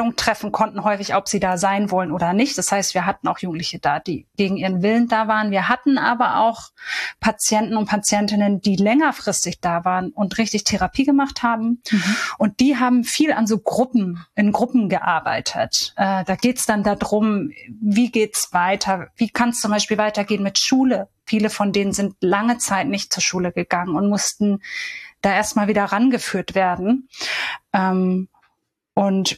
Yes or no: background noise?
no